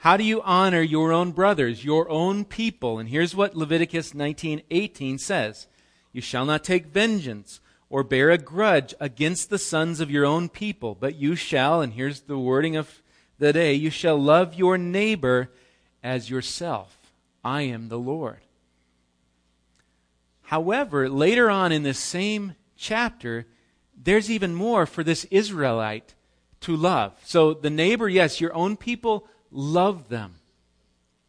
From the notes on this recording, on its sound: Recorded live at Bethany Bible Church on 5/27/18